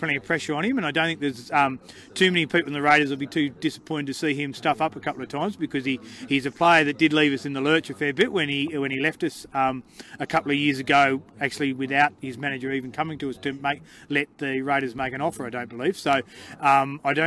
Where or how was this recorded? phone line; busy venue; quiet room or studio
busy venue